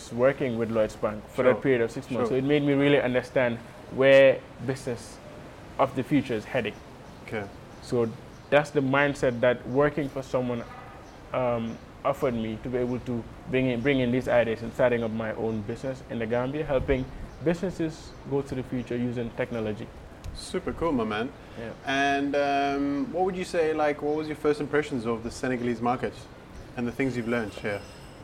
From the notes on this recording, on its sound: West African Summit Mini Series. Was recorded at the AfricArena West African Summit in June 2021, held at The Raddison Sea Plaza hotel in Dakar. Throughout the conference, I chatted to as many stakeholders as possible.